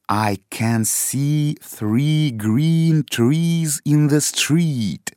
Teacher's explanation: почти в каждом слове этой фразы есть долгий звук «и»